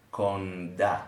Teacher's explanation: You say konda. With a little bit of an N in there